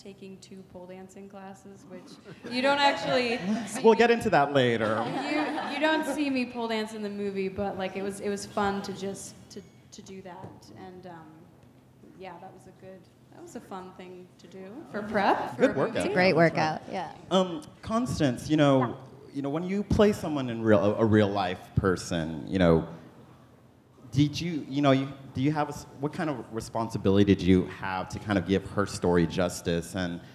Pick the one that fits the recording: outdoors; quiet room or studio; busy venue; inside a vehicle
busy venue